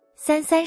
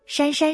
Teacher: 三三是平舌，山山是翘舌。